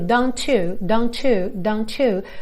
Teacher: Eu tenho esse arzinho do T, don't, juntando no you.